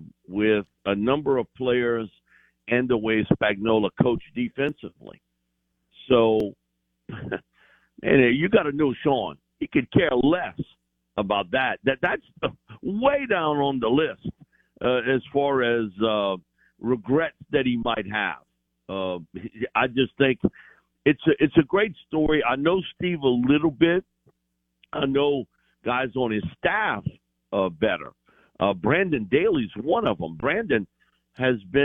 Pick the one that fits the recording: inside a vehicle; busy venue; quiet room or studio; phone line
phone line